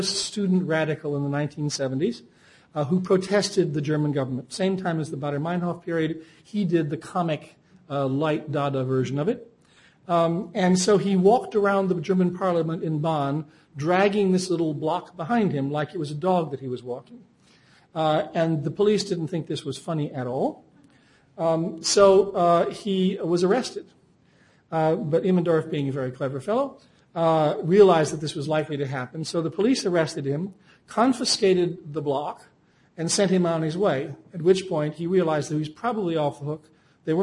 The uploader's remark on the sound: Recorded December 6, 2007 in The Phillips Collection Auditorium.